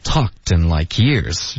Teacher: 重音是 talked 而不是 like